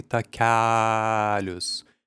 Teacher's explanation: We don't say takelius, we say takelius. We open A to A so that it's taller and more round.